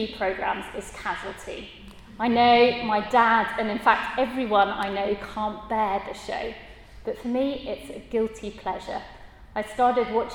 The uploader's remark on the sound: At a Christians in Parliament Chapel St Mary's Undercroft.